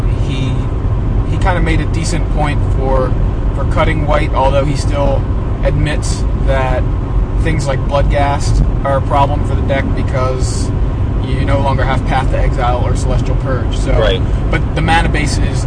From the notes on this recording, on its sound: Please excuse the sound quality. We were recording in the car and apparently there was a bad connection between my microphone and iPod.